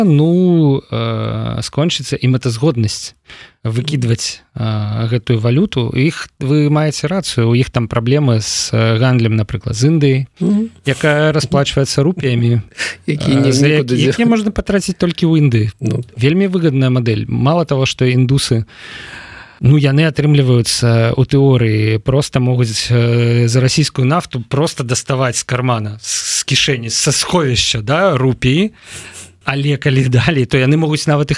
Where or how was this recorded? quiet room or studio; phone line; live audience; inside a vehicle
quiet room or studio